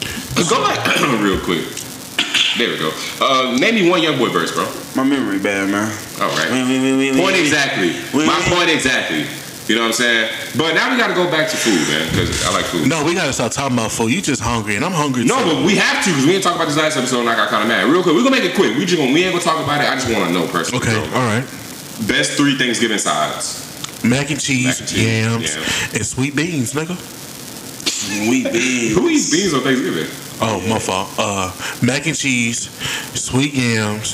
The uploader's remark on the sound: Sorry for the static… will be fixed for the next episode!